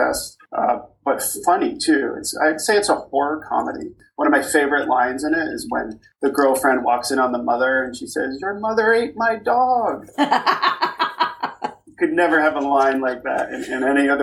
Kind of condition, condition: fault, background noise